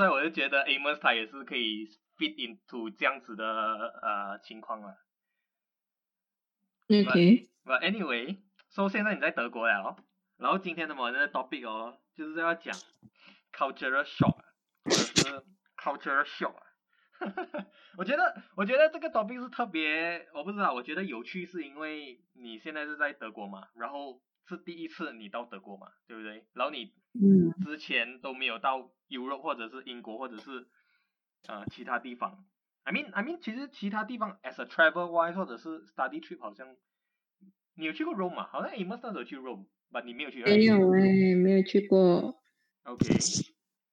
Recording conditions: poor sound quality